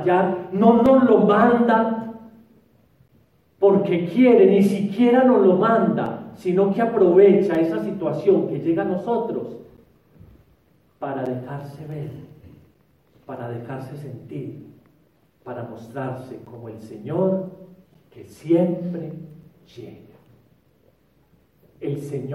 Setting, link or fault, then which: setting, large echoing room